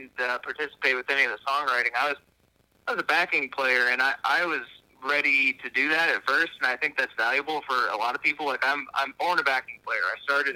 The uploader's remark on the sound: burnt the phone lines out to the Ozarks